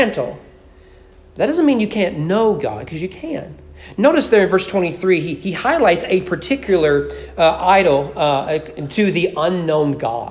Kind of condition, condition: setting, large echoing room